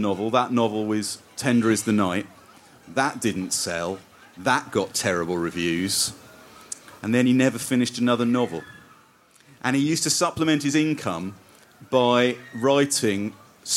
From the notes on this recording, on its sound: In a special edition recorded at Port Eliot Festival